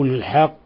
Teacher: إذا وقفنا على لفظ الحق هذه مشددة فتقلقل قلقلة كبرى